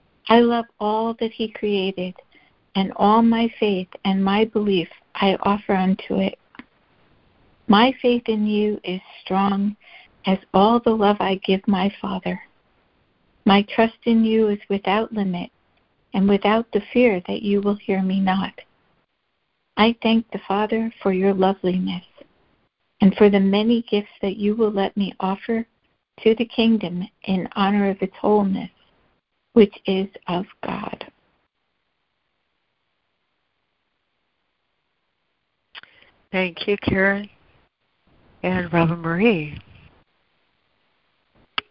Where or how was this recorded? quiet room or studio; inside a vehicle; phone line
phone line